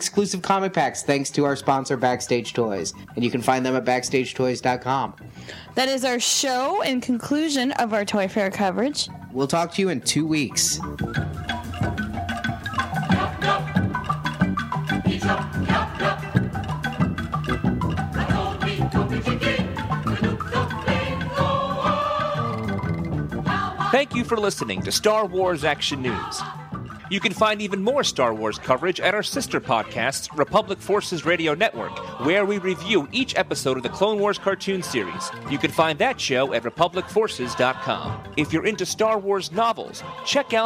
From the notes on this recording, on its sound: come to you live from the Toy Fair showroom floor!